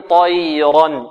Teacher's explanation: الراء مفخمة والياء مرققة